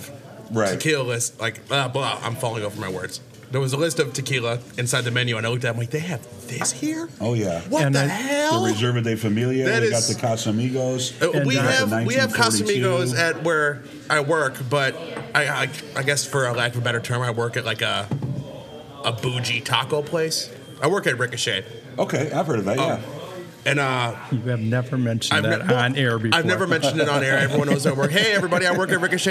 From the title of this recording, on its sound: Live from the Peak Honky Tonk Saloon